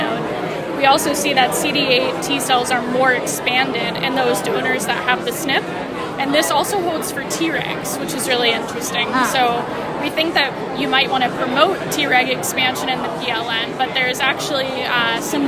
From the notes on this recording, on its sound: recorded during Day 3 of the nPOD 2024 scientific meeting poster session